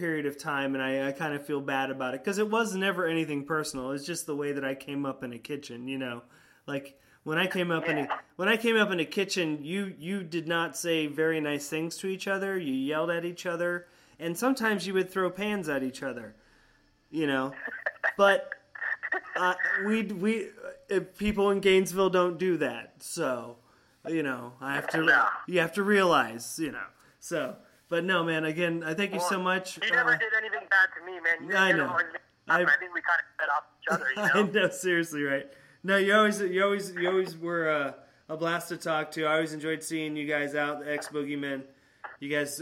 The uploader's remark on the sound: A Little phone call